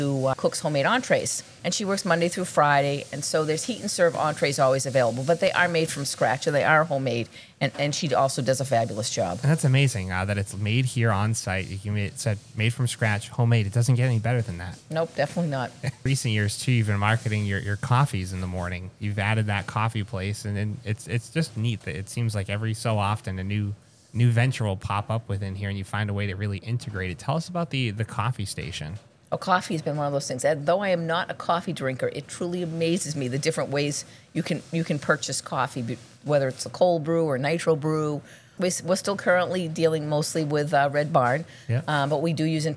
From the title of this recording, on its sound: On The Road at Bolton Orchards